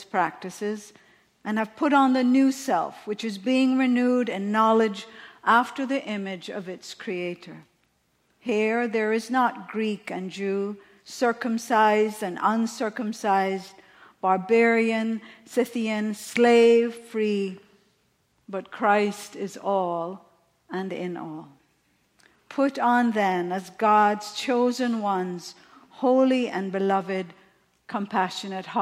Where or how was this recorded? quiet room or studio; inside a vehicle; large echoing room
large echoing room